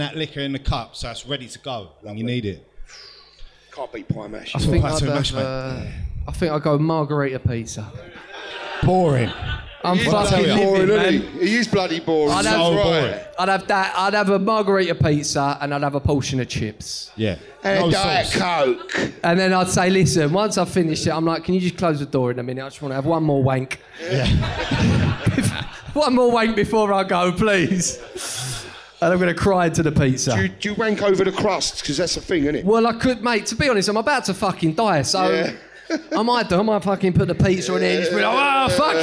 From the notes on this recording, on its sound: Live From London. We record live from Top Secret Comedy Club this week.